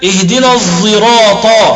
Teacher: يشم الصاد صوت الزاي · Term: الإشمام